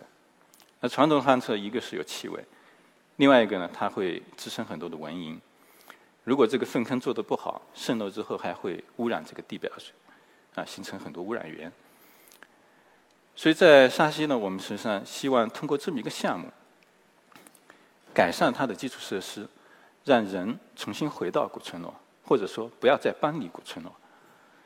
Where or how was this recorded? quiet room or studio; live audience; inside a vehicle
live audience